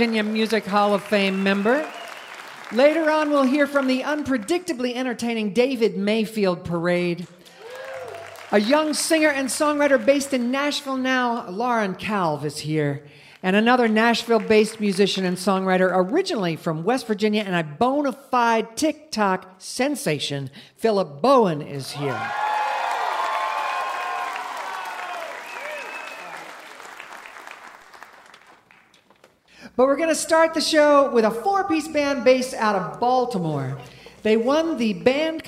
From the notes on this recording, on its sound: This episode was recorded on January 8th, 2023, at the Culture Center Theater in Charleston, WV.